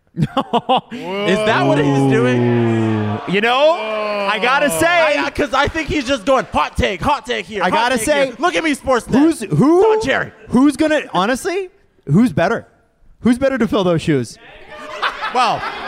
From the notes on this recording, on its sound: We're live from Bright Lights in Toronto with Lord Simcoe Brewing! Q&A with the crowd!